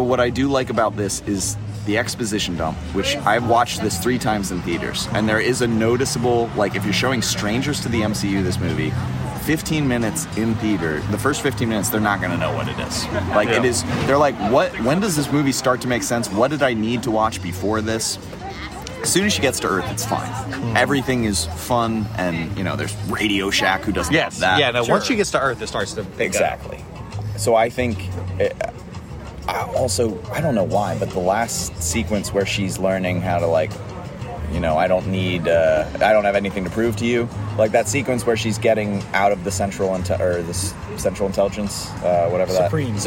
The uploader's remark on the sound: Birthday brewery crawl. At each stop we recorded a 5 minute segment with surprise guest.